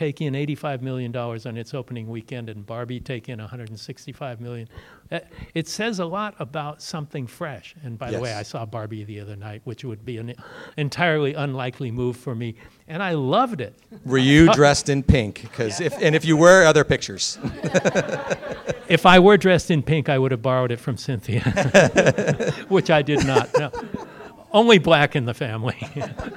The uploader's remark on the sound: Post Mortem invades Midsummer Scream 2023! Recorded LIVE from the world famous horror convention in Long Beach California.